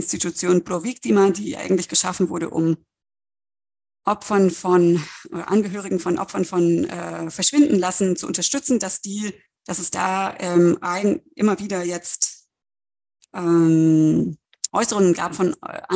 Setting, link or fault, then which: link, video call